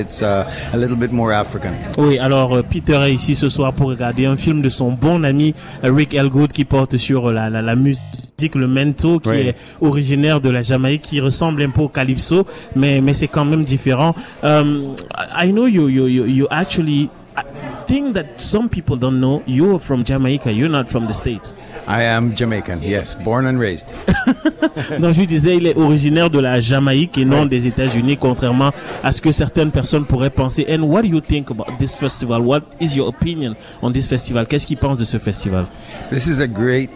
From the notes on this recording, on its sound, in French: Emission terrain en direct du Caribbean Tales International Film Festival.